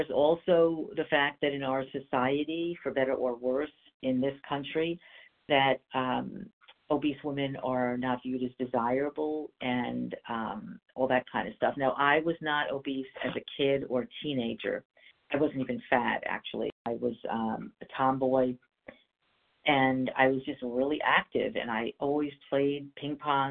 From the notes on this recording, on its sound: from the 100 Pounders Phone Meeting